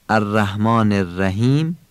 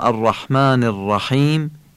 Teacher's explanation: نکته سوم تلفظ حی جیمیه. حی جیمی در کلمه رحمان و رحیم باید این مقدار با گرفتگی صدا و شبیه صدای گلو صاف کردن تلفظ بشه · Shown in: second take · الرحمن الرحیم این هی دو چشمه، اما الرحمن الرحیم این هی جیمیه.